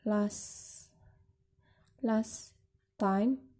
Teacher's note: Kemudian the last yaitu final deletion, yaitu di akhir ya, di delete-nya di akhir, yaitu contohnya di sini yaitu last time, jadi ke last-nya ya, last. Jadi ketika dibaca itu T-nya itu hilang